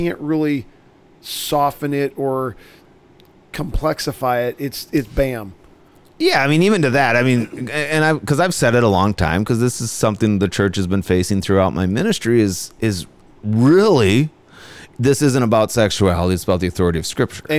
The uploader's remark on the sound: Coming to you from the 102nd Cedar Falls Bible Conference!